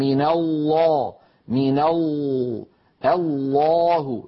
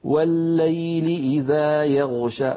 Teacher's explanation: تجدون بأن اللسان قد تقعر في وسطه وارتفع آخره قليلا، وأن لسان المزمار رجع إلى الوراء قليلا · يصاحب اللام المفخمة تقعر لوسط اللسان وتضيق في الحلق بخلاف المرققة.